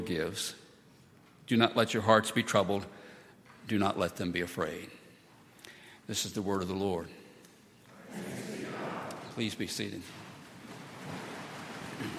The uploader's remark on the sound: at Highland Baptist Church